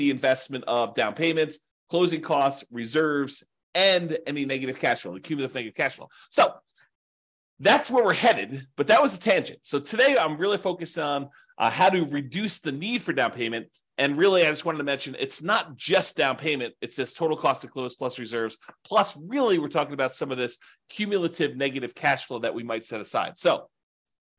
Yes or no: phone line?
no